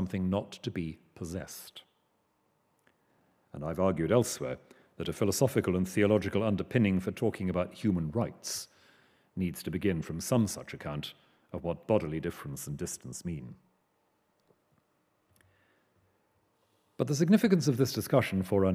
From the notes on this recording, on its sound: Recorded 11 November 2013 at the University of Edinburgh's New College.